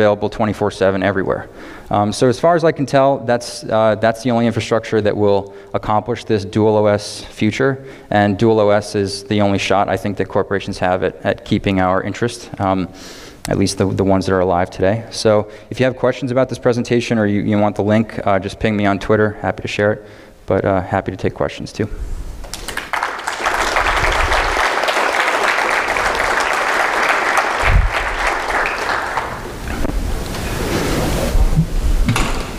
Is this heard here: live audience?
yes